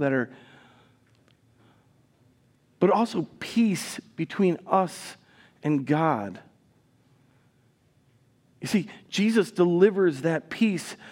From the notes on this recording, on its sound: Recorded live at Word of Life Church in Le Sueur, Minnesota, on August 6, 2023